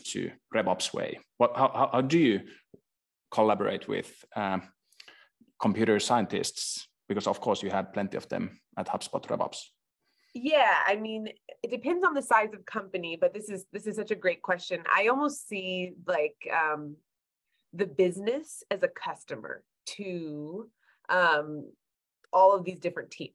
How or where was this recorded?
video call